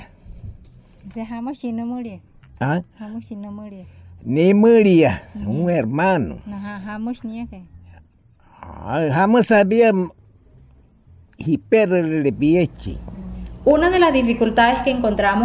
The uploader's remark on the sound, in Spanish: El sonido de la naturaleza, las voces, el acento y la lengua indígena hacen parte de este capítulo. Disfrute de este viaje sonoro por el resguardo indígena Mayabangloma en Fonseca, Guajira. El sonido de la naturaleza, las voces, el acento y la lengua indígena hacen parte de este capítulo.